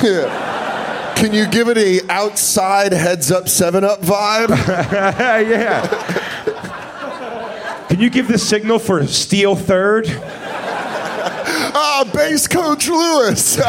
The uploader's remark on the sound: The Bonfire Live 3 Year Anniversary at Skankfest NYC 2018 in Brooklyn, New York. Celebrating a milestone live from Skankfest in Brooklyn. It was a packed crowd.